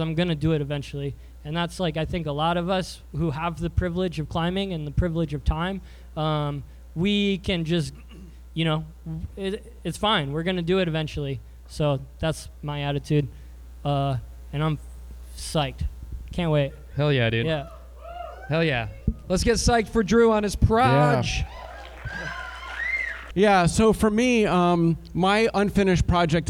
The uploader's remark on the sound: Live at Rocktoberfest! Before a psyched audience at Rocktoberfest.